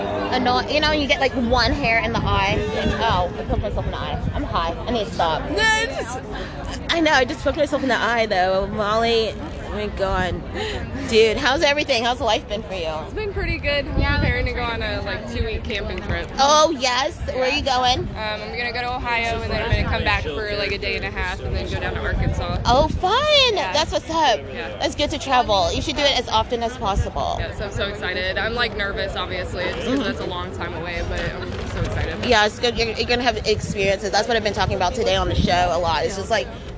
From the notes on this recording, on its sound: you'll hear live music & impromptu interviews with many of the vendors, performers & guest in attendance